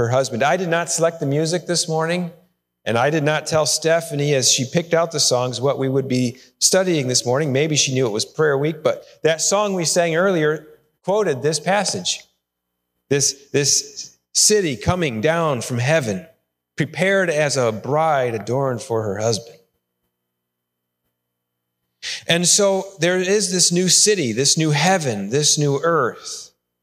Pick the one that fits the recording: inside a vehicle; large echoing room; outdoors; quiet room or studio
large echoing room